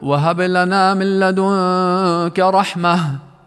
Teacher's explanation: لكن في مواضع أخرى من القرآن الكريم رسمت مثل هذه الكلمات بالتاء المربوطة، فإننا في هذه الحالة إن اضطررنا للوقوف عليها فإننا نلفظها هاء، مثل قوله سبحانه وتعالى: وهب لنا من لدنك رحمة إنك أنت الوهاب. فالتاء هنا في كلمة رحمة رسمت بالتاء المربوطة، فإن وقفنا عليها، وهنا يجوز الوقف، فإننا ننطقها هاء